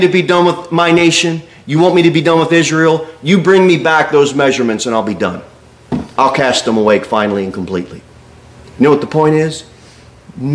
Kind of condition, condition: setting, large echoing room